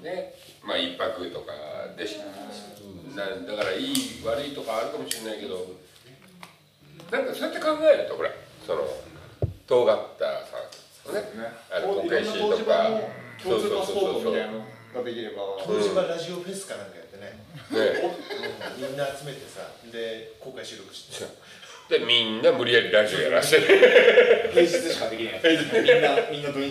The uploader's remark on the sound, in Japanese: 肘折夜市の湯治場ラジオ酒場をご利用いただいたみなさん、ご寄付いただいたリスナーのみなさんのおかげで、マイクを新調いたしました！新しい録音環境になり、まだセッティングが甘い録音となっております。